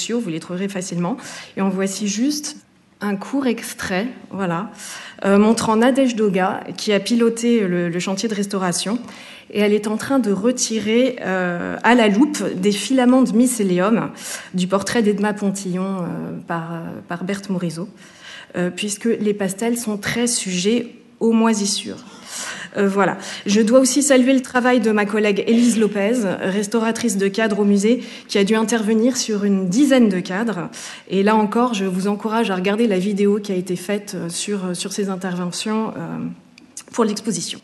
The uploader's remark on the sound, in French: Enregistrement de la conférence inaugurale du 24 mars 2023